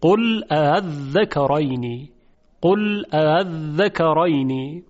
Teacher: خب وجه مشهورم هم همینه که با مد خونده شه با شش حرکت، آذکراین. اما یک وجه دیگه که عرض کردیم اینه که با دو همزه بخونیم، اون وقت همزه دوم تسهیل میشه